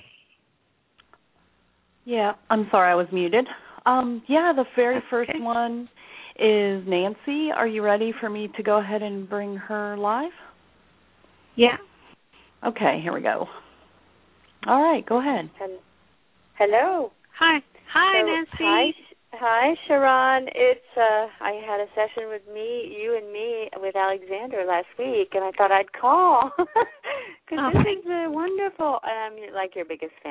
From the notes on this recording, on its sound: Takes your calls for healing live today!